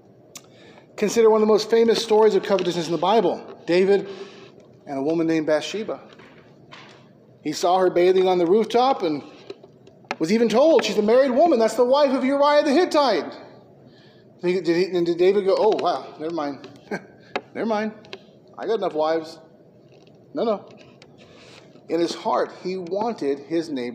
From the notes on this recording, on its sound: Preached at McKee Road Baptist Church.